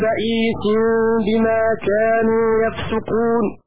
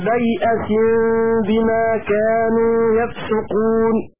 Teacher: بياء ساكنة بعدها همزة مفتوحة بيئس على وزن فيعل